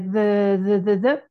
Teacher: Os franceses não conseguem fazer isso de jeito nenhum, eles falam Z. É the, the, the, the, ponta da língua, esse somzinho.